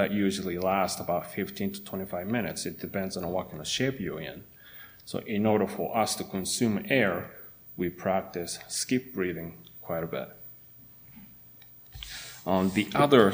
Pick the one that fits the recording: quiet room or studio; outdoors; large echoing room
large echoing room